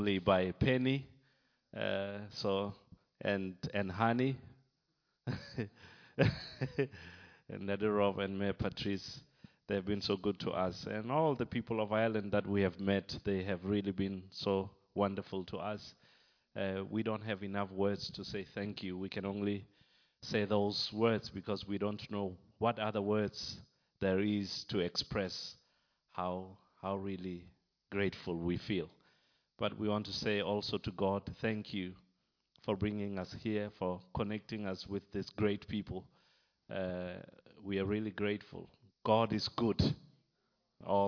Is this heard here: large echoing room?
yes